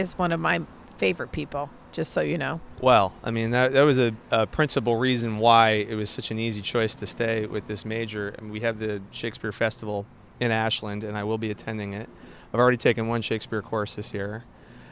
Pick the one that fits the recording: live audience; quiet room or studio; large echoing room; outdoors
outdoors